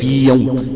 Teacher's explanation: في يوم يا ساكنة مكسور ما قبلها، في يا والثانية محركة، طبعا مفيش إدغام هنا · Term: إظهار